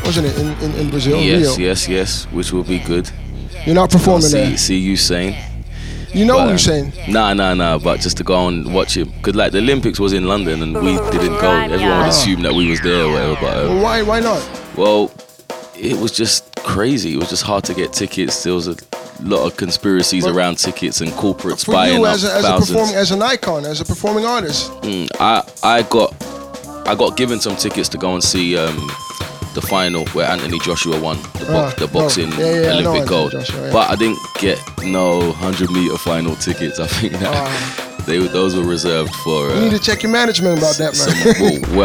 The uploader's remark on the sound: GRIMEYARD pop-up installation live from the Volkshotel, Amsterdam